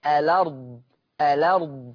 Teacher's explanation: يبقى الحركة اللي على الهمزة أحطها على اللام، عشان كده تقرأ ألا، الأرض، الأرض.